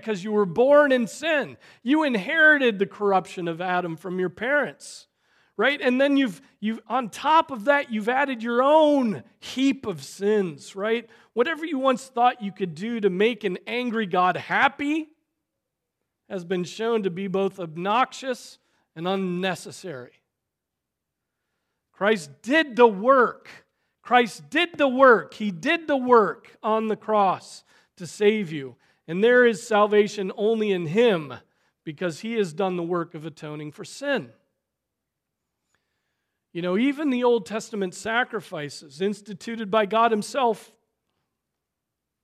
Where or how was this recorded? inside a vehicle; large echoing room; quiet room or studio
large echoing room